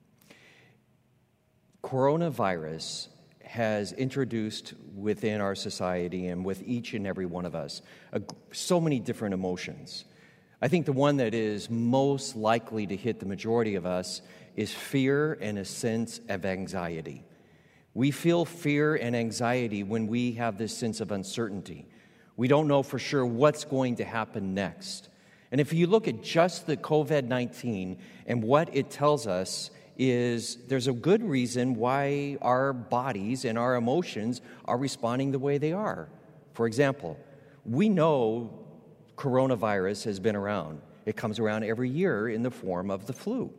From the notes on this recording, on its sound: Recorded live at Beatitudes Church in Phoenix, AZ.